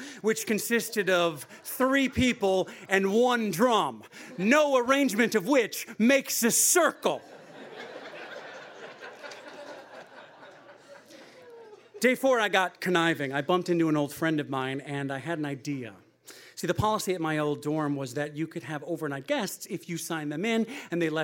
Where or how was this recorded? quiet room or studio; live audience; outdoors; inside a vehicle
live audience